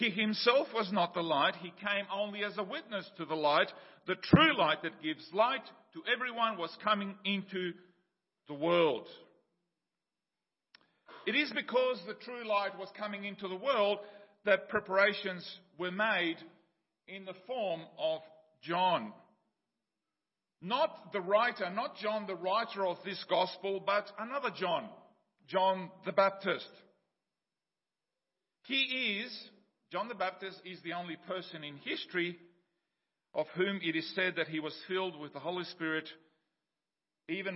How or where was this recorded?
large echoing room